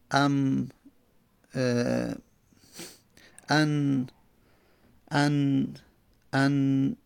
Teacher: و نون هم اگر متوجه بشیم در خیشم میپیچه